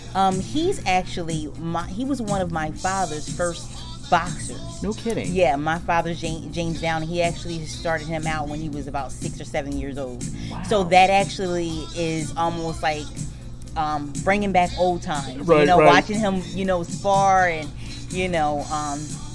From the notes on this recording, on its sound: While at this press conference, I had the opportunity speak with a few boxing people associated with the show